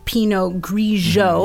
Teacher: So you don't say the T with the Pinot. · Term: silent letters